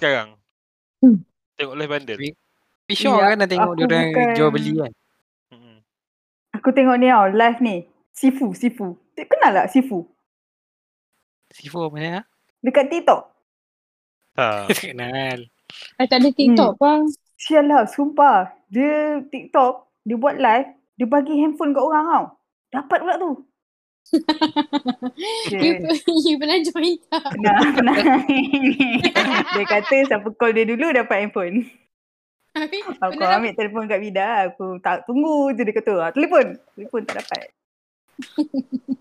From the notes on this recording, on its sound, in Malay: Kitorg try record guna discord. Harap sound okay okay je la.